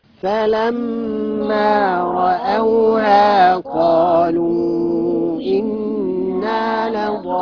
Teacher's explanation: ونمد ضالون كم حركة؟ ست حركات